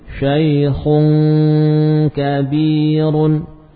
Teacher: Adapun nun sukun atau tanwin yang disamarkan pada kaf, maka suaranya apa? Memusat di pangkal hidung. · Term: ikhfa